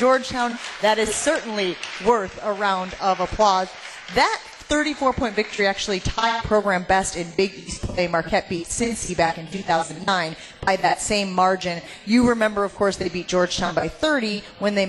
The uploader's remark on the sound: LIVE from MOTOR Bar & Restaurant